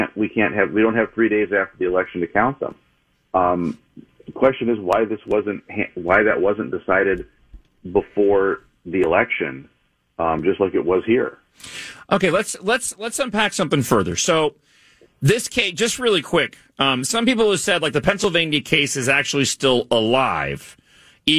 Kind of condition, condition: link, phone line